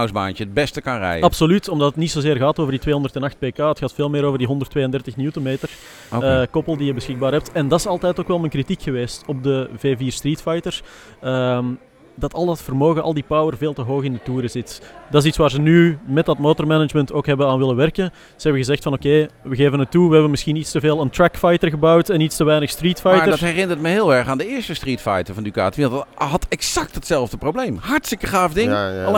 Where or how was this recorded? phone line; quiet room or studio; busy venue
busy venue